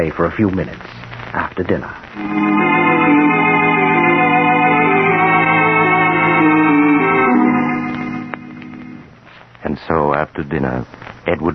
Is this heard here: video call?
no